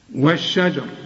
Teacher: حولناها اللام أدغمت في الشين